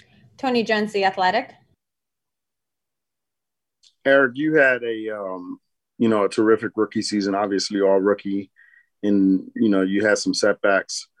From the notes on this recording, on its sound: Introductory press conference. Spoke with the media on Monday afternoon over ZOOM.